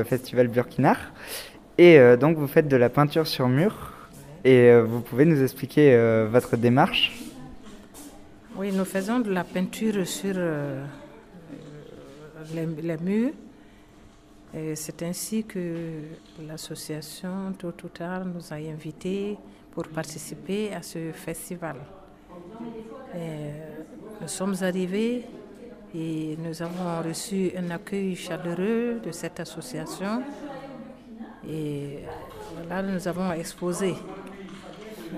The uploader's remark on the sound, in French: Voici mon reportage au Festival Burkin'art organiser par le centre socio-culturel Totout'art à Villeneuve les Avignon.